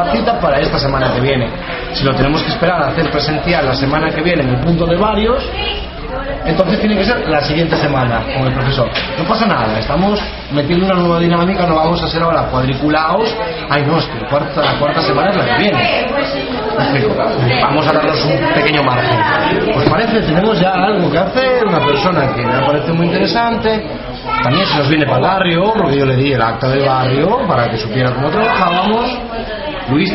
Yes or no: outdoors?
yes